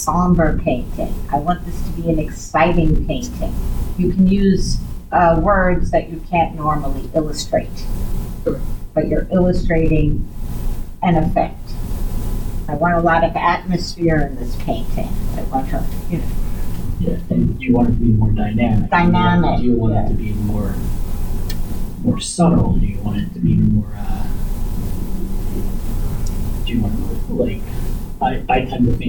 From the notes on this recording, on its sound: Recorded at Metatopia 2023